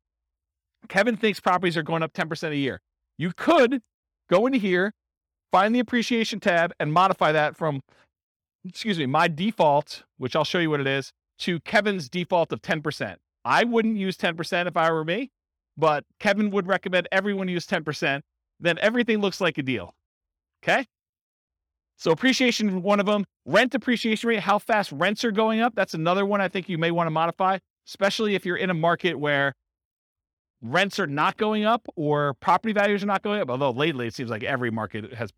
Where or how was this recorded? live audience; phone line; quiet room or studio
live audience